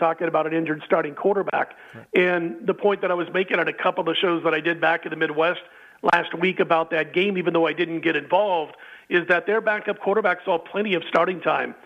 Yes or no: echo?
no